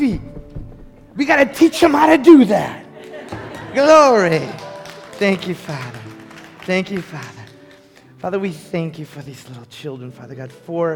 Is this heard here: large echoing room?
yes